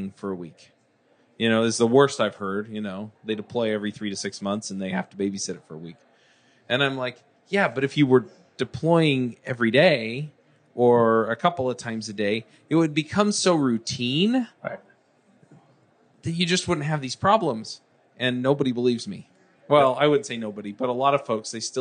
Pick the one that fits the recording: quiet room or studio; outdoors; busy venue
busy venue